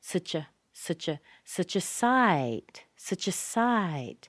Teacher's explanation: So that such goes down into such, such. Put a little schwa in there instead of the U.